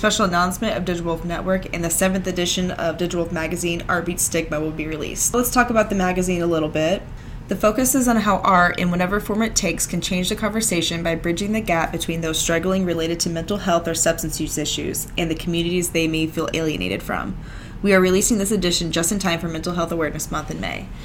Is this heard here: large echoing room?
no